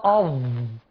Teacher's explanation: الظاء اللي بطلع فيها طرف لساني. لما طلعت طرف لساني في الظاء أظ، فشدت لساني للخارج دي أثرت قليلا على الإطباق، لكن الصاد لساني في الداخل لسه فتمكن الإطباق.